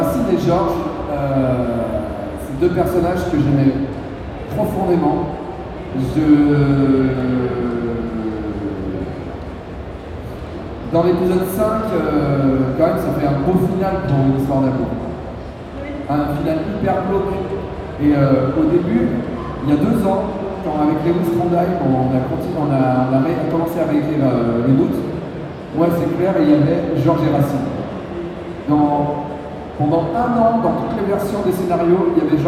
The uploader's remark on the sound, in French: Conférence TGS 2017